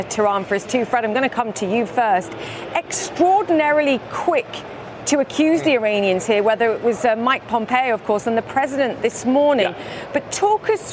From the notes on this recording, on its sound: live from the New York Stock Exchange.